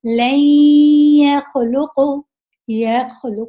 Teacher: تو یہاں پر نون ساکن تھوڑی چھپی ہوئی آواز آ رہی ہے آپ کو، تو اسے کہتے ہیں جزوی ادغام۔